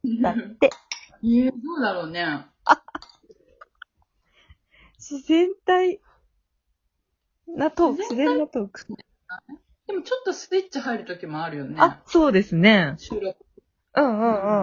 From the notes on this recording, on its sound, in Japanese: 今回はリモート収録ですよん